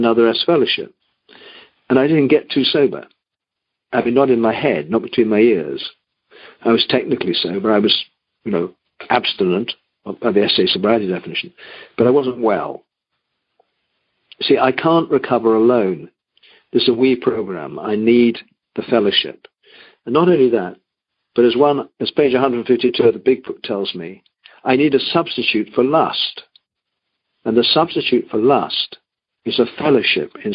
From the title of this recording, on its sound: Monday Noon Phone Speakers Series